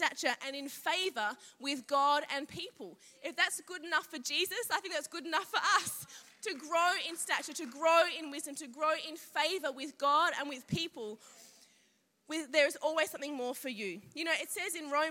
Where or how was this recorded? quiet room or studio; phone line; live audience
live audience